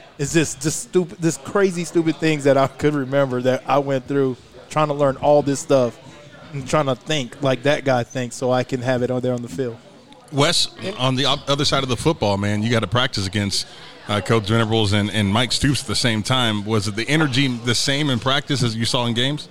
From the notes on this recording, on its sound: LIVE from Brent's Cajun Seafood.